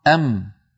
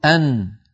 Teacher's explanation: هذان الحرفان فيهما صوت الغنة من الخيشوم